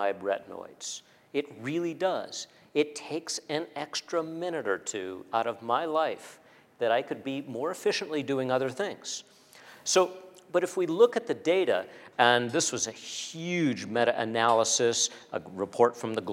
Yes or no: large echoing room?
yes